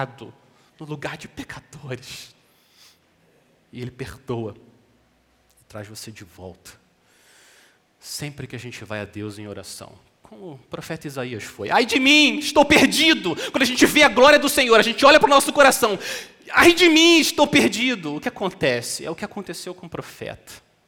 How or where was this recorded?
large echoing room